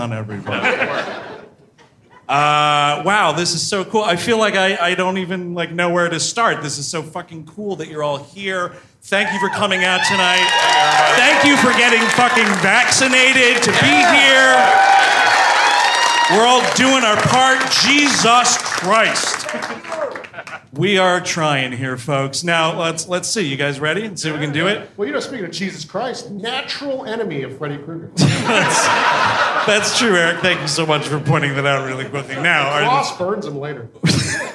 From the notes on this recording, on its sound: Live in Cleveland. At Hilarities in Cleveland, OH.